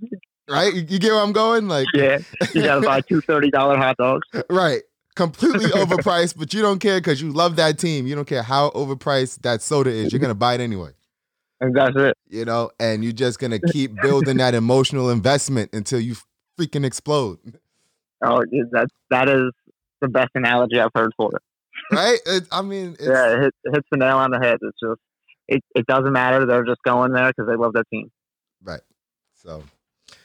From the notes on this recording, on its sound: Two guest call in to speak their minds!